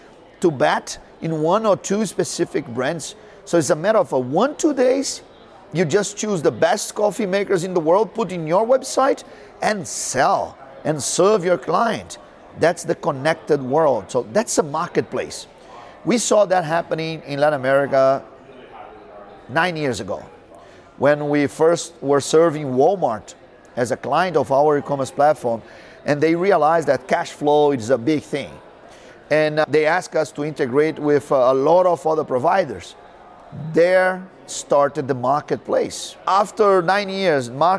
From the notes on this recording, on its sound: Live from ShopTalk.